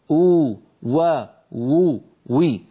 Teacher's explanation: مخرج الواو غير المادية بانضمام الشفتين إلى الأمام مع ارتفاع أقصى اللسان. انتبهنا كيف ارتفاع، قلنا من غير تقعر لوسطه، فهذا لا يؤدي إلى التفخيم.